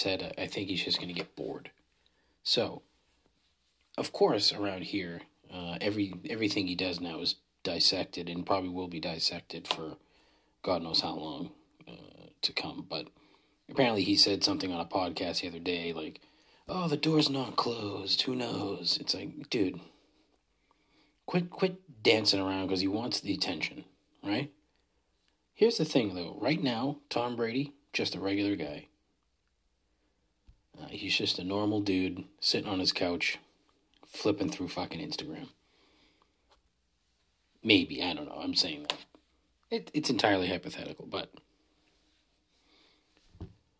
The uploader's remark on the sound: Giving a bonus Not An Episode after a couple mezcal old fashioneds and recording on my phone. I have little confidence in how this will turn out.